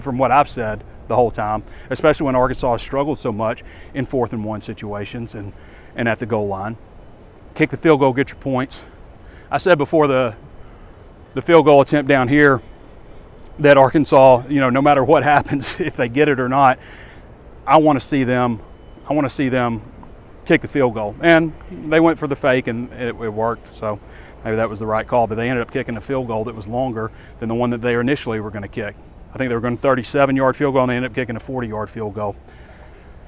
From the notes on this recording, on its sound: WALK & TALK. Walks around Death Valley following Arkansas' heartbreaking 34-31 road loss to the LSU Tigers Saturday night.